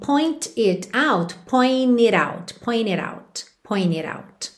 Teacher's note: Quando a gente tem um final de palavra, ou às vezes até mesmo um final de sílaba, com NT. E na sequência, uma vogal, às vezes esse T é omitido e a gente liga no N.